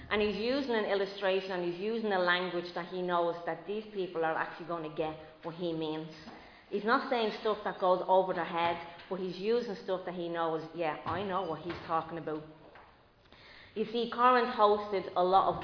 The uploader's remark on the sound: Recorded live in Liberty Church on 24 April 2022